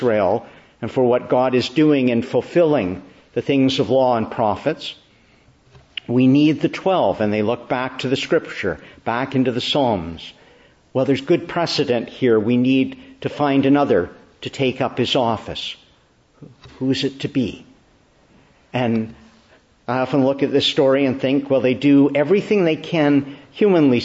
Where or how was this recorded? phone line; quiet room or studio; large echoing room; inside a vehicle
large echoing room